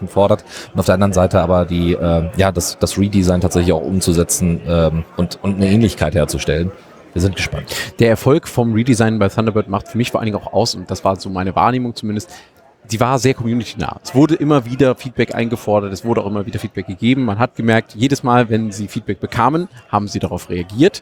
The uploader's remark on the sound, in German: Die LinuxLounge von TheRadio.cc Live vom Congress mit Einblicken und spannenden Infos und der Stimmung vor Ort. Aus dem Sendezentrum. 37C3 Spezial.